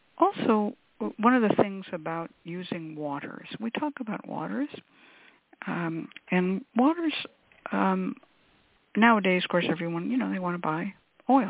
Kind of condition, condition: link, phone line